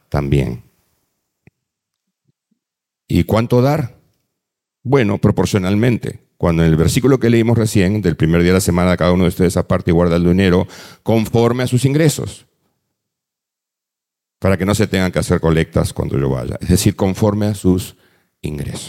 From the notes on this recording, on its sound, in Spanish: Presentado en vivo. Este podcast es la retransmisión de la reunión de iCafe Iglesia de cada domingo.